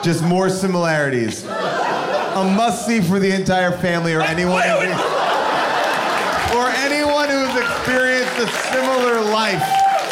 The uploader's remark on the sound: LIVE episode recorded at Largo in Los Angeles